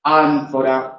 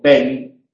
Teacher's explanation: esa E es nasal, porque la uvulilla, como viene una N después, ya está relajada. Entonces tiene esa resonancia. · Term: vocales nasales